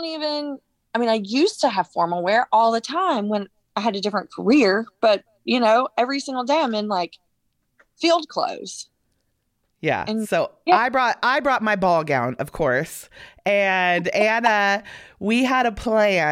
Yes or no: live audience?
no